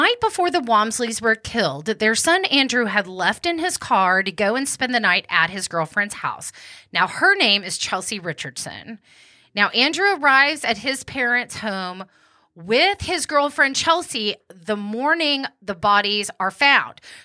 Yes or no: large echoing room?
no